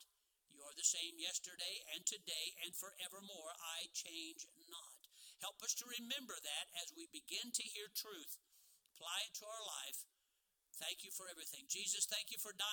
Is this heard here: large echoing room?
yes